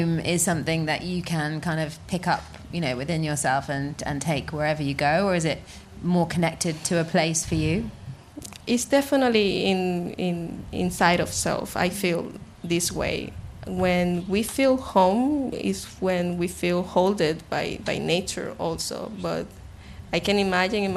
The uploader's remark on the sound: Live in the Garden Suite of the International Music Summit in Ibiza